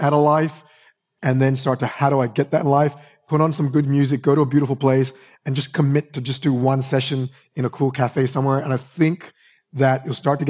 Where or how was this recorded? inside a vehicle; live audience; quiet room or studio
live audience